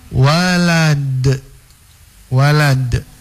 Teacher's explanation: Karena dun itu adalah bagian dari pada huruf qalqala, maka hukumnya harus dipantulkan.